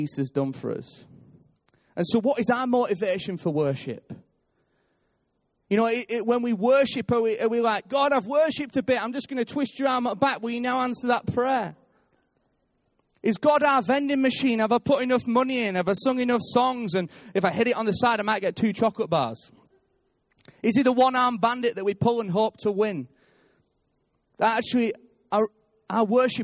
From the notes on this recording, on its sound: Recorded live at Life Church Lancashire.